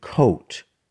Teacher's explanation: For round vowels, your mouth is normally in a rounded position with your lips slightly puckered, like for a sound like the O sound in coat.